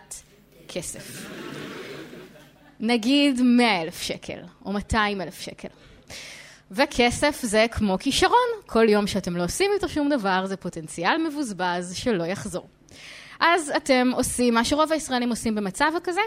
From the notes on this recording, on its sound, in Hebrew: חיות כיס לייב. בשבוע שעבר נפגשנו עם המאזינים שלנו בתל אביב והעלינו פרק חי מול קהל.